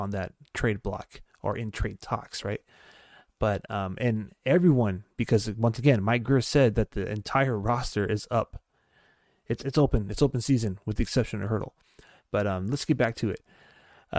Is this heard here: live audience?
no